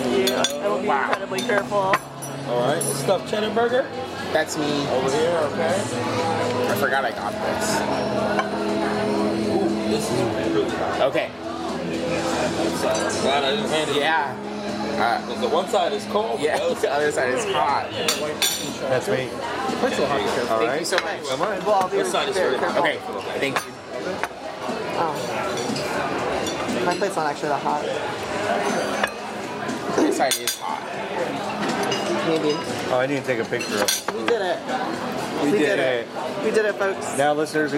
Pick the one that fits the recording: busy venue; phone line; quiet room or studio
busy venue